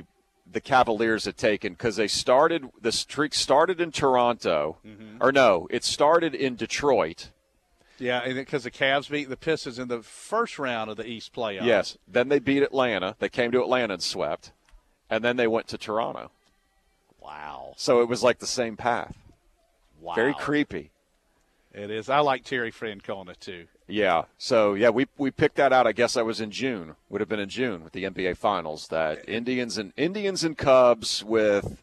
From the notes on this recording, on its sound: live from the UGA Bookstore